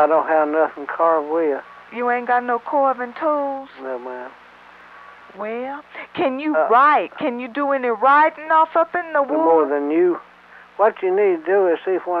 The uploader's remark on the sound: Prank Phone Calls